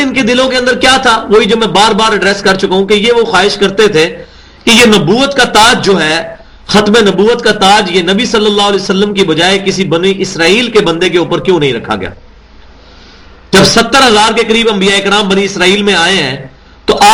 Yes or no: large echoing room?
yes